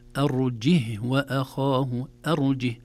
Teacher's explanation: في هذه الكلمات أرجه يقرأ بسكون الهاء وليس بحركة الهاء